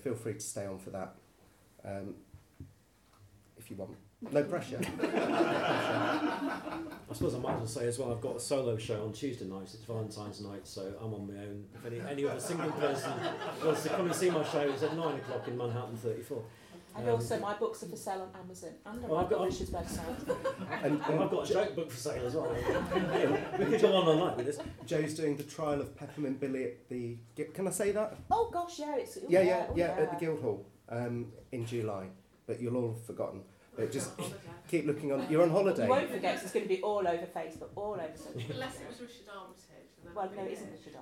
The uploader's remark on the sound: Recorded at Wygston's House in Leicester on Sunday 12th February 2023, as part of the Leicester Comedy Festival.